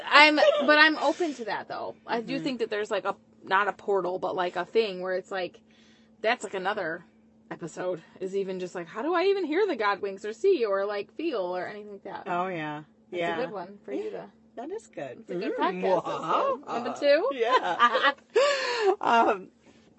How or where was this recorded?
inside a vehicle